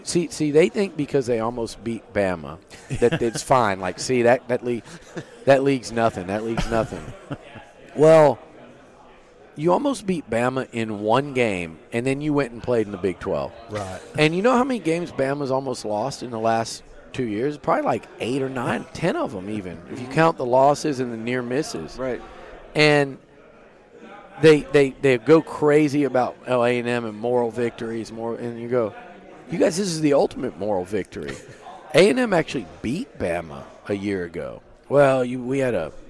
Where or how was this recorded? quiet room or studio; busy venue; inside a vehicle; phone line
busy venue